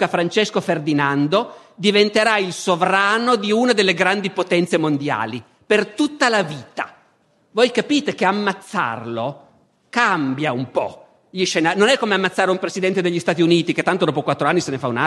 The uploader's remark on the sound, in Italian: Festival della Mente, 2014